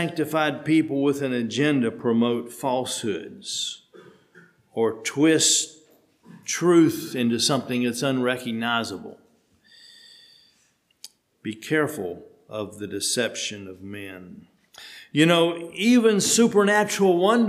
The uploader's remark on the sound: Sermon preached at HMC